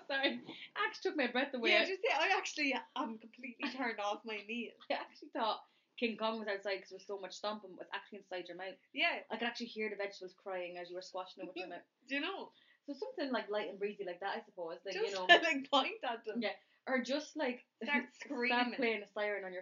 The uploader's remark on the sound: Please bear with our sound - we promise it gets better as the episodes go on.